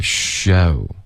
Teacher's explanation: show 不要翘舌， OK 它是一个平舌音